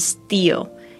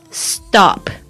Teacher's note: 这个 s 加上这个 t 轻音的话呢，这个后面就变成浊音浊化了